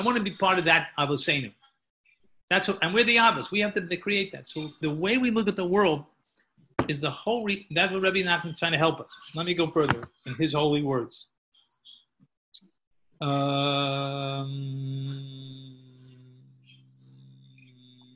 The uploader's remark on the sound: Live on Zoom 7-20-2020